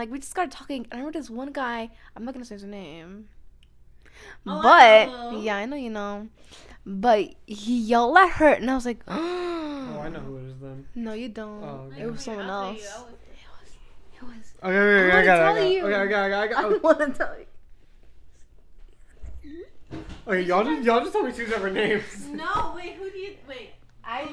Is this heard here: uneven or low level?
yes